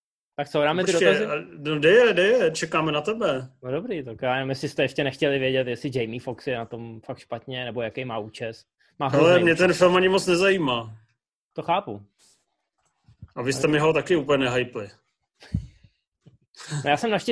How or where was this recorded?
video call